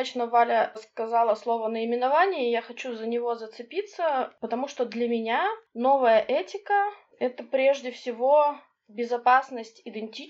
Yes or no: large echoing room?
no